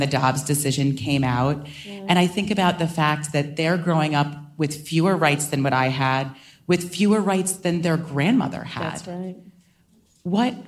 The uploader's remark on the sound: in front of an audience